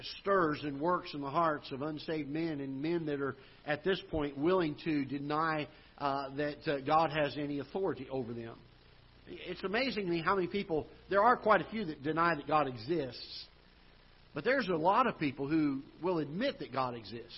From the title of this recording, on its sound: Ketha Heights Baptist Church ~ Live Broadcast